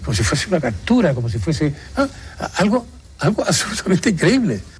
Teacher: es el acento de Granada, con un leve seseo y con una entonación muy característica.